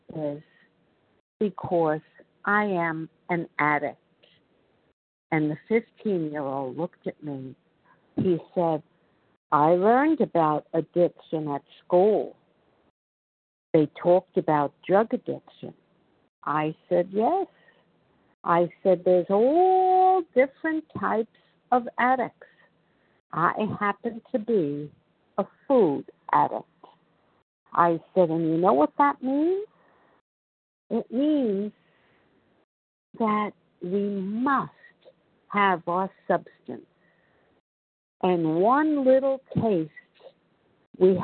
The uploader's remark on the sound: 100 Pounders Phone Meeting, 8/18/23.